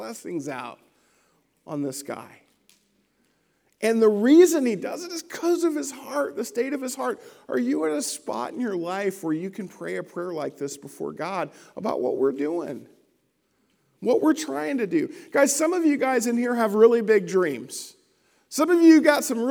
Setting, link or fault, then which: setting, large echoing room